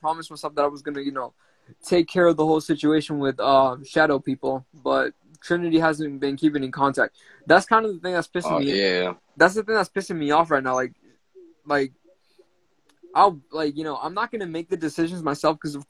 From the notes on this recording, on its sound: went on Instagram Live